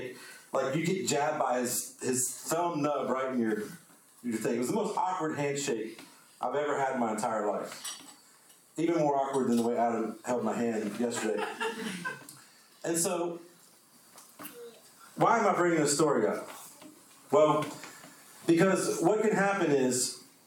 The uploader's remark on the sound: The sermon was preached on 09-04-22.